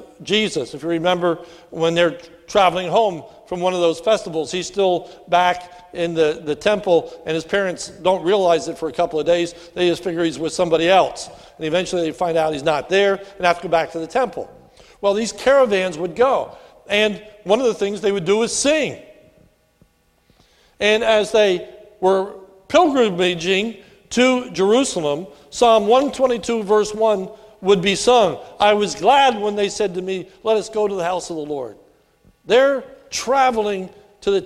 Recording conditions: large echoing room